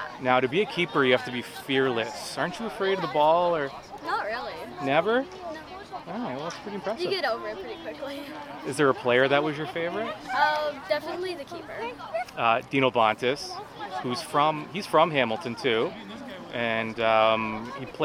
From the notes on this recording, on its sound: goes on location at the Forge FC Youth Soccer Skills Clinic at Tim Hortons Field in Hamilton